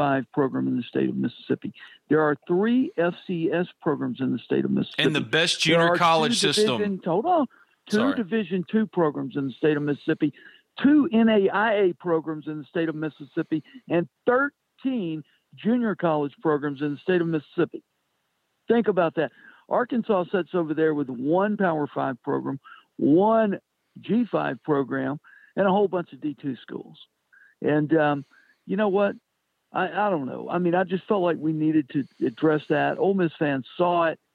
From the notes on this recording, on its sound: joins on the Modern Woodmen phone line